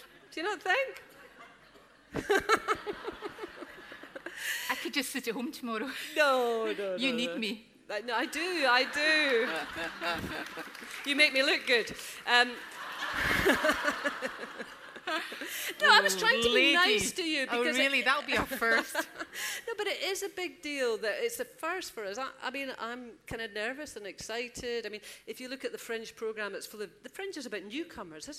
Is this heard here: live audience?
yes